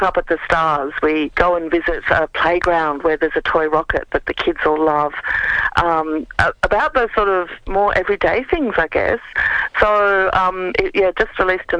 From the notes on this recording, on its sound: On the phone from Adelaide.